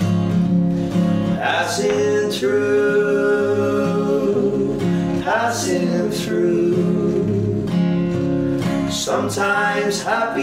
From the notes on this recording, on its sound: Today’s episode is a live podcast from the Black Sheep pub in Dublin.